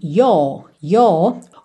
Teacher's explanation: o R é a última letra da palavra, então eu tenho a opção de não enrolar esse R